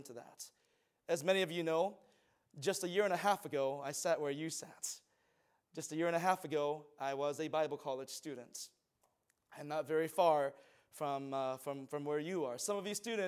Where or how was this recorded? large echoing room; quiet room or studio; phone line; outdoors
large echoing room